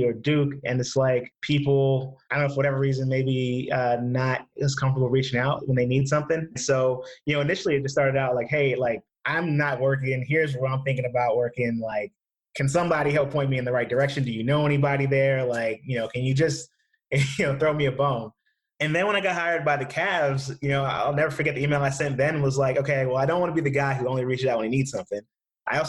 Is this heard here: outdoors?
no